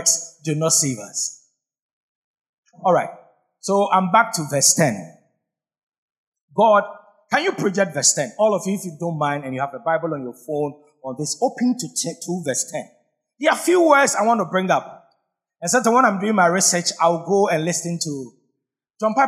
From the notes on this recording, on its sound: Sermon preached at CBC Shiashie Campus.